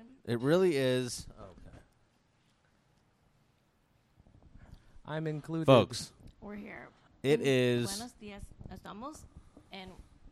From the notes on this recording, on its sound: Did a test episode of their new travel set up and recorded live from Rosarito Beach, Mexico! Since they were broadcasting live from a family vacation. Episode originally aired live on Twitch.